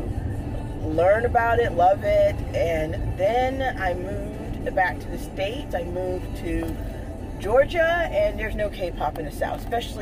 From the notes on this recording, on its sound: This episode was recorded in my car.